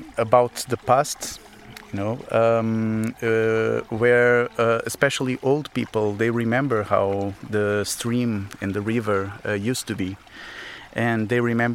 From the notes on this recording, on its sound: Walking along the banks of the river, we meet a range of freshwater scientists, activists, farmers and policy experts. Sorraia catchment.